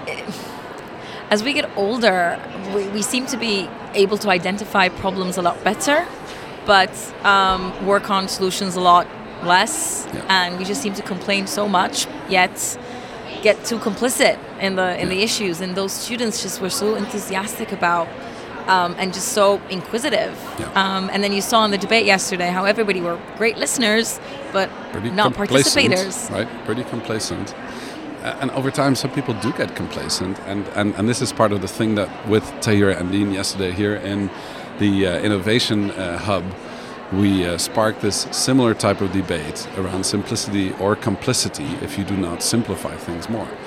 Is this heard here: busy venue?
yes